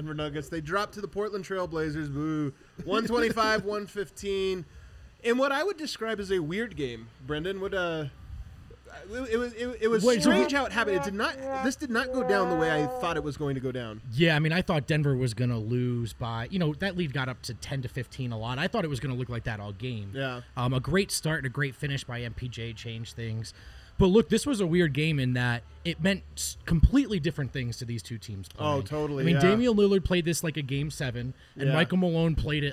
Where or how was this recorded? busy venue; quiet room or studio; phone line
busy venue